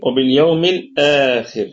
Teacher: لكن الهمزة هنا همزة بدل، فيها مد البدل، فيها حركتين، وباليوم الآخر. طيب الآخر، الخاء في أقل درجات التفخيم لأنها أتت مكسورة، فتكون والراء مرققة وقفا ووصلا، لأنها حينما نقف تكون ساكنة وقبلها مكسور، ووصلا هي بذاتها متحركة بالكسر.